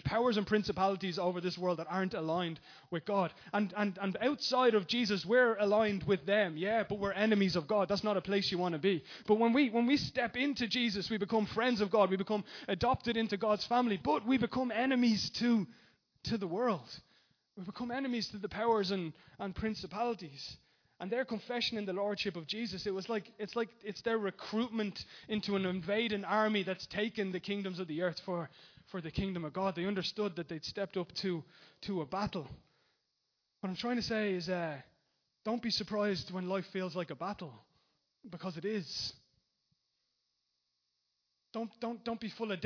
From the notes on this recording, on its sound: Recorded live at Liberty Church on 17th February 2020